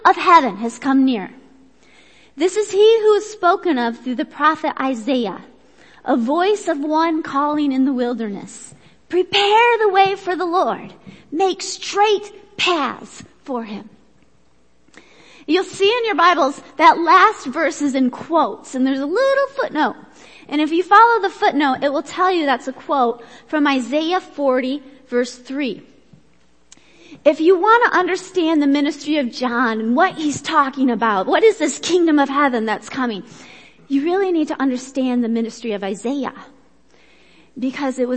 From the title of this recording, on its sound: Worship Service - Audio